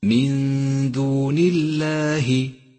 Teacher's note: رققت اللام من لفظ الجلالة في قوله تعالى من دون الله من دون الله، رققت لأنها مسبوقة بحرف مكسور.